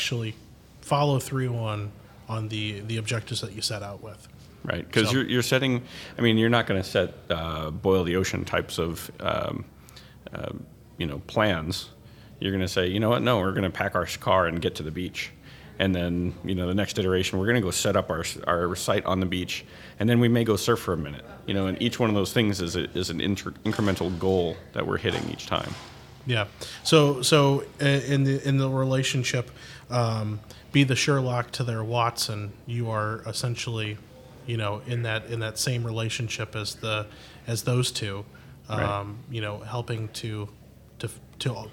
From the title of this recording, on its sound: Live From Agile Midwest